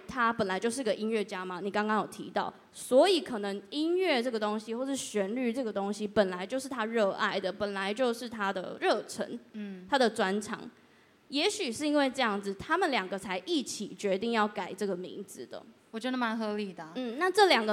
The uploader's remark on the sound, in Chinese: Live Podcast｜KKBOX催下去音樂節。今天這集是KKBOX催下去音樂節活動的存檔。由於現場我們有置入版權音樂、圖片、影像的播放，你們今天收聽到的這集是剪輯過後的版本。